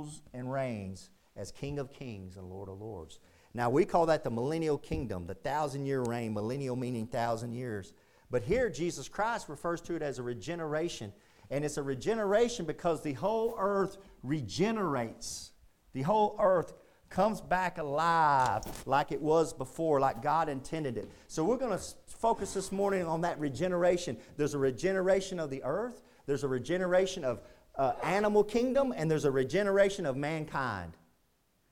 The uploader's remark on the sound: Preached at Indian Gap Baptist Church-- Indian Gap, Texas